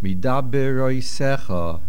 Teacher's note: The main accent is on the saf, mil'el. And the be'iz has a dogesh.